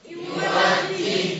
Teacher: Agak ditekan karena tasdid di akhirnya.